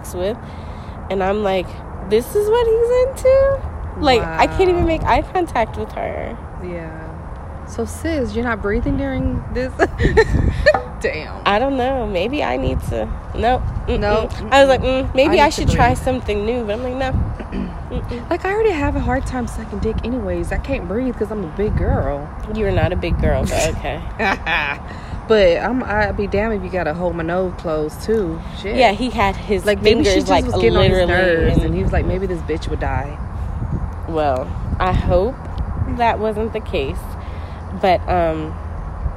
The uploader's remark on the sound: We have two quick guest pop on just to shoot the breeze.. We recorded outside because it’s nice.